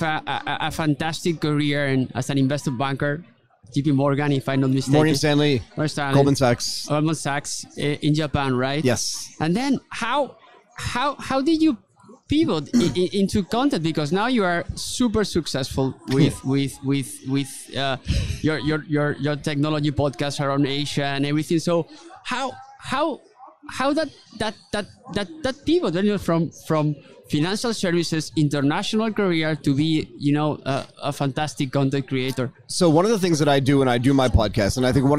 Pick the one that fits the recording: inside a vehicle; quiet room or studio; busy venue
busy venue